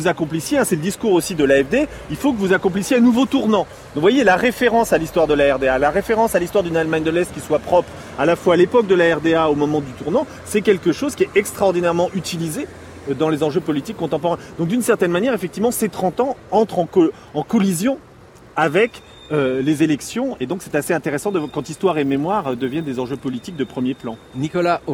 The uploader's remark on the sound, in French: lors d'une promenade berlinoise